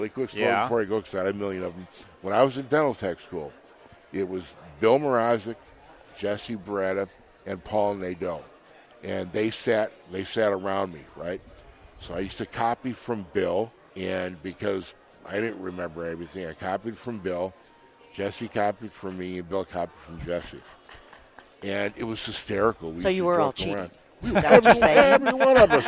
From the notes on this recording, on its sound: We set up in the Ivoclar Ballroom and recorded all weekend long. Inspiration from the Ivoclar Ballroom at Lab Day Chicago. We set up in the Ivoclar Ballroom and recorded all weekend long.